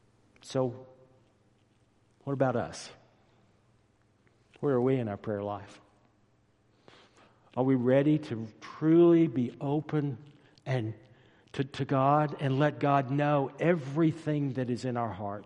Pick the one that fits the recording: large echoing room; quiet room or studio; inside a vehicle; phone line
large echoing room